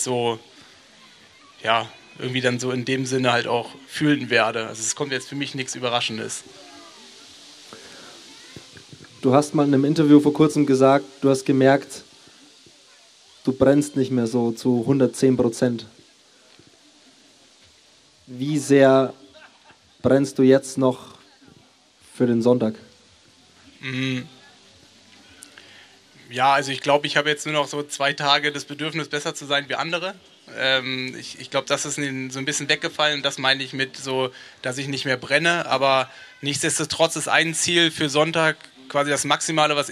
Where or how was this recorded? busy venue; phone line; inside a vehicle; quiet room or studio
busy venue